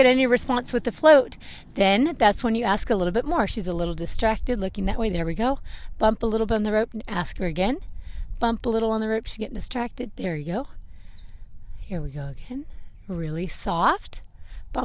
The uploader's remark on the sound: First podcast recorded while horse training! This podcast was recorded while training my horse Zelle in the round pen : .